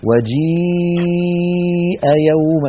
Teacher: هل تلاحظون بأن صوت الياء لا يوجد في طريقه جزء من أجزاء الفم يقطع الصوت عنده، فنستطيع عندئذ أن نقول إن الياء من هذا المكان. · Term: الياء المادية